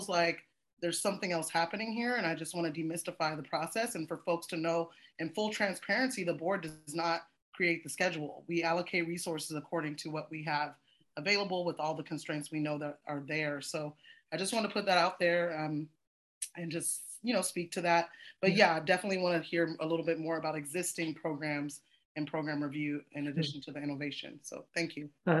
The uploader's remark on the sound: originally on Zoom